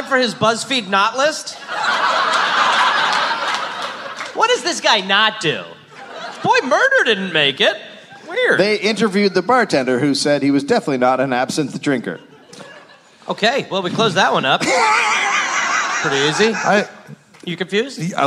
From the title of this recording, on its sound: live LA Podfest